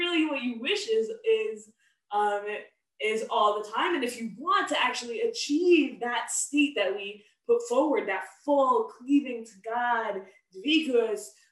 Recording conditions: video call